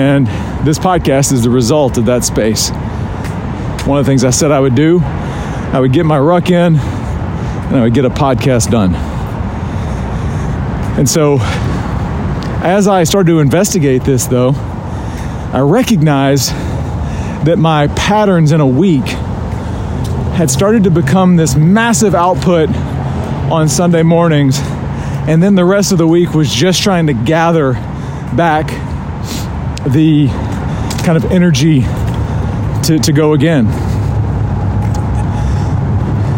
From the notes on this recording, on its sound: Rucking Edition. You join me live on a ruck.